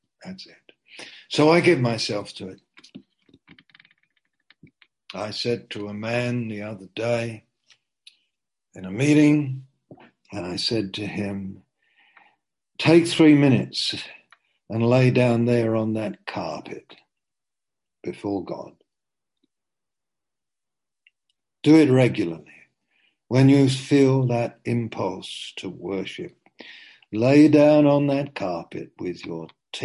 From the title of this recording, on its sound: Zoom - Teign Valley Sessions